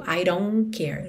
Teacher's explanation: E o T de don't a gente não escuta nada, viu?